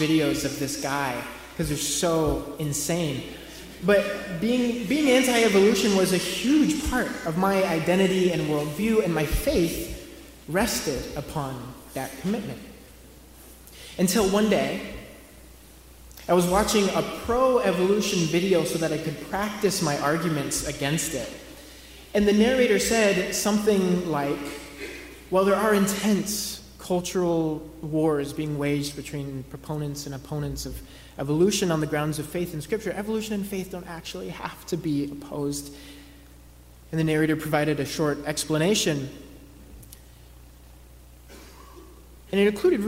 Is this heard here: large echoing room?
yes